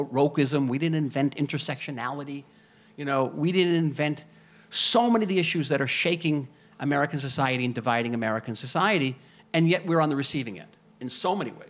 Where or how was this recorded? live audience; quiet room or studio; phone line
live audience